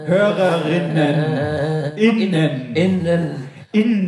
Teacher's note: Mit einem sogenannten Glottisschlag.